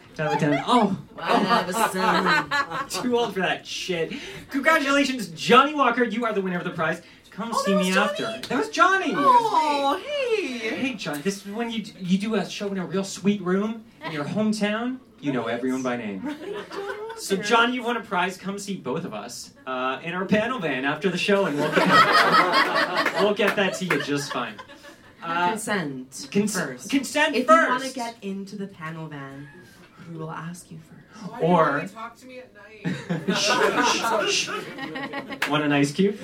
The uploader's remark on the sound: Live at Comedy Bar! At YMMQ's first live show!